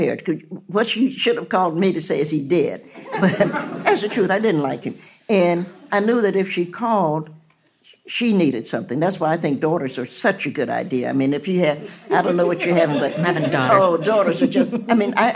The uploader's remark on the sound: In front of a live audience.